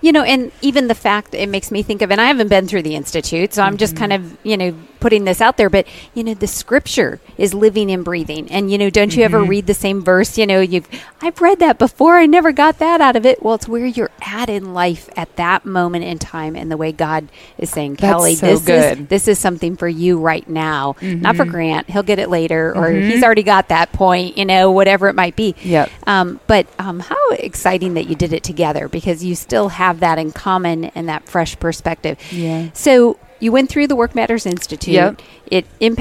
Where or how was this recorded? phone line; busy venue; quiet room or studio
busy venue